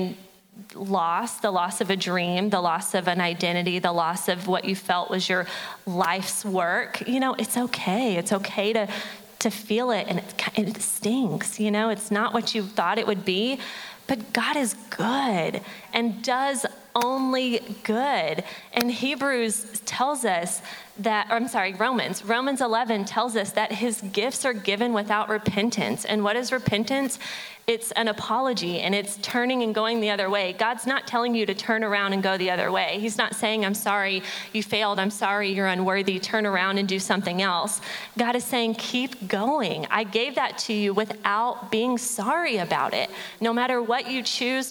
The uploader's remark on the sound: From the 2023 Interactive Women's Leadership Conference. Featuring our panelists and Q&A with audience members.